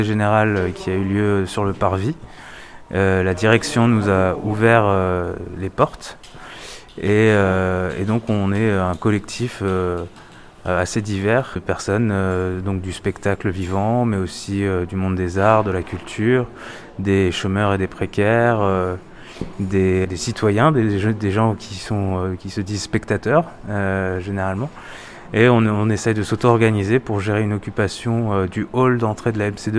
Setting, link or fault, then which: setting, outdoors